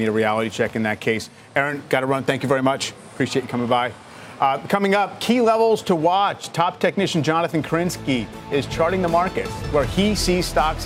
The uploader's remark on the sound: live from the New York Stock Exchange